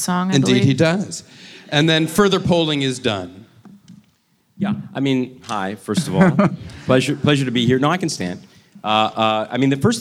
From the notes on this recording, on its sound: This episode was recorded live at the Crest Theatre in Los Angeles.